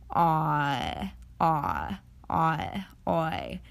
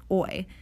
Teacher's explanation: This diphthong is a combination of the vowels ah and i.